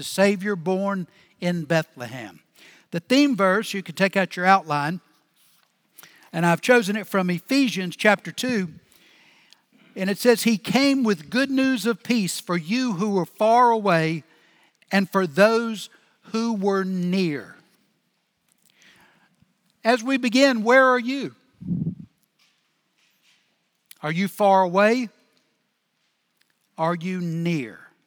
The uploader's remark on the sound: Recorded Live at Brookwood Church on 12.17.2023